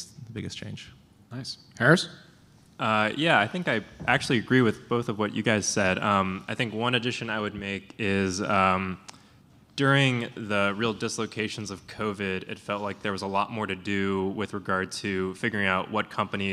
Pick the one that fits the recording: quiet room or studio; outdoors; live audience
live audience